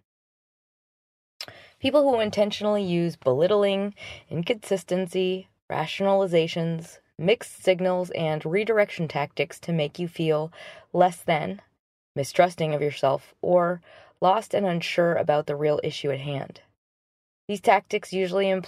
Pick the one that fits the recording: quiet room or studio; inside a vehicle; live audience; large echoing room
inside a vehicle